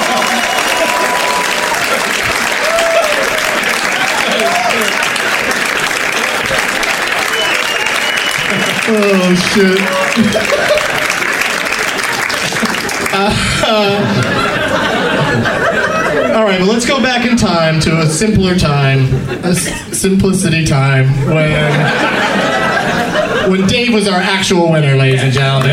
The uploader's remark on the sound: Live from The Comedy Mix in Vancouver, BC, Canada